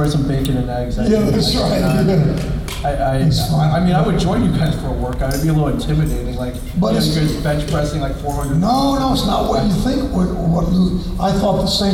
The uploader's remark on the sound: Gulf Coast Fan Fest 2018. They take questions from the audience.